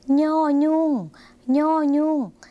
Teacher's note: เพราะจะเป็นเสียงขึ้นจมูกสักหน่อยนะคะ